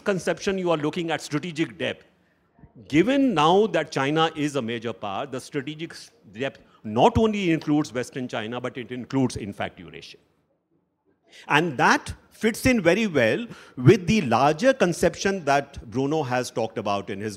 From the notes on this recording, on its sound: A live session from #JaipurLitFest2020.